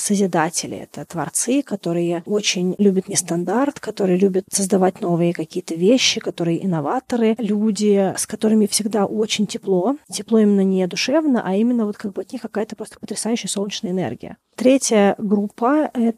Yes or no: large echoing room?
no